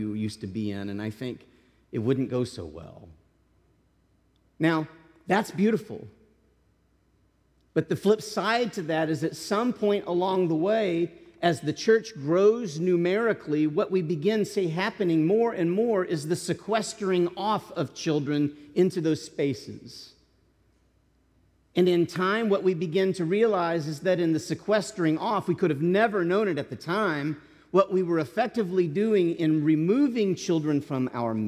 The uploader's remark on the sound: This message was delivered as a sermon to the congregation